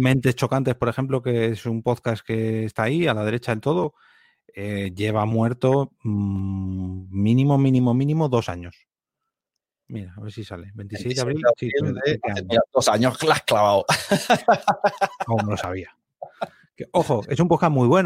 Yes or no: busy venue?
no